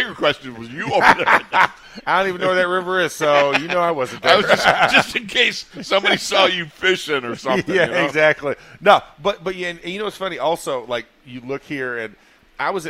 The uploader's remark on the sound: In the Locker Room Live from Steelers Training Camp Day 6. Are live from the second day of full pads.